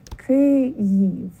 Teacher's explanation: And it helps if you smile a little bit to say it, especially on the first syllable, Kyiv, because you have to spread your lips a little bit to say it properly, Kyiv. And the first syllable is stressed.